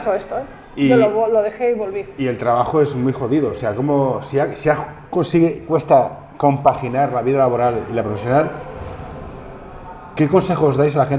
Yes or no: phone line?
no